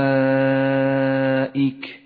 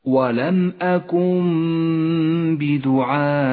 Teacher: النون الساكنة وبعدها حرف الباء، تقلب النون إلى ميم، ولذلك لونت النون بالرمادي لأنها لا تلفظ، وكتبت الميم فوق النون بلون أخضر لأنها تغن بمقدار حركتين هكذا. · Term: حكم الإقلاب